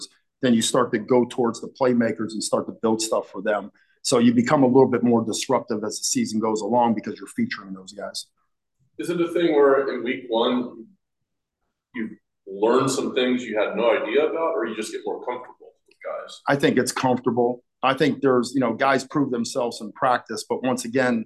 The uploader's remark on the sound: Both Bulls coordinators sit down for a chat. Assembled media on Zoom each Wednesday.